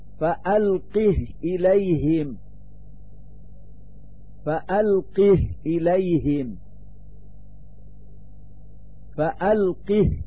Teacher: فإن الهاء من كلمة ألقه ساكنة في رواية الإمام حفص